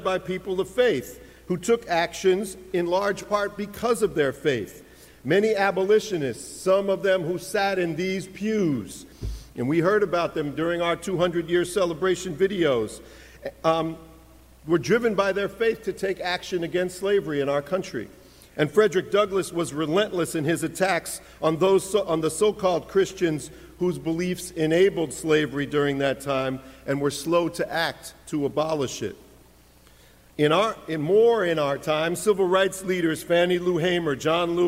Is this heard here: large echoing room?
yes